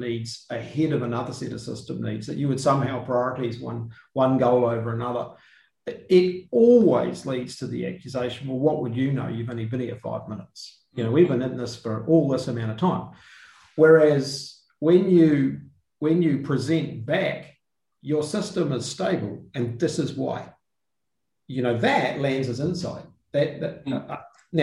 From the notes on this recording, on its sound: The episode was a live webinar with a select group of listeners, so includes the question and answer section of the webinar.